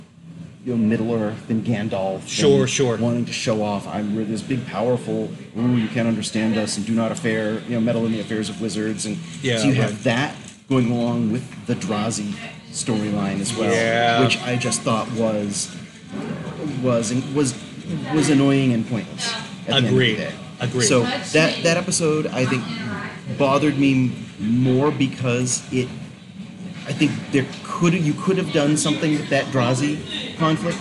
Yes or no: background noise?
yes